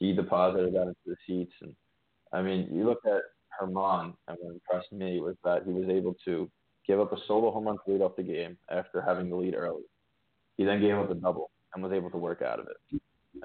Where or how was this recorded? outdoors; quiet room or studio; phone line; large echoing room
phone line